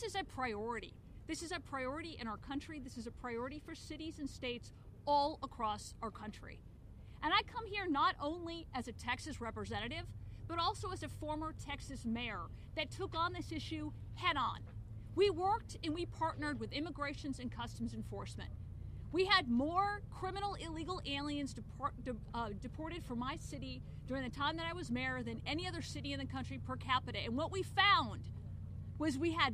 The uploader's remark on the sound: House Republicans hold a press conference in Eagle Pass, Texas on the border crisis.